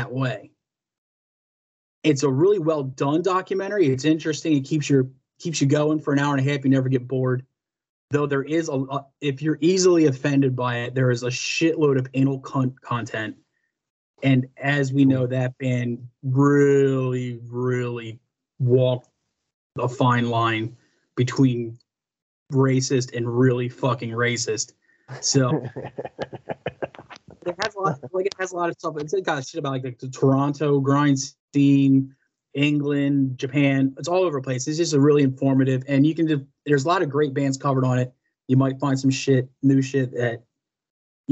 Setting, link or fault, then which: link, video call